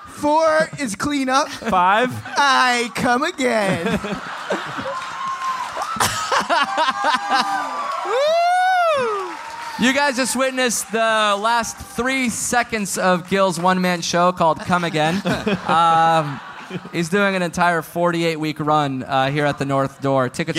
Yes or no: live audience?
yes